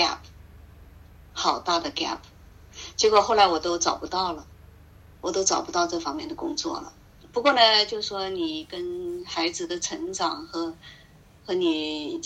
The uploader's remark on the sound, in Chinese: 因为分两次对话，录音质量有差别且有损耗